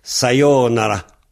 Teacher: il faut essayer de dire ni L ni R